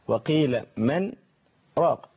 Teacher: سكت لطيفة دون أخذ نفس أو خروجه بدون تنفس